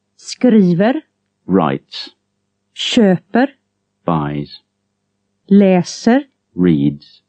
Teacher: These words only have a single rise, that is, accent one.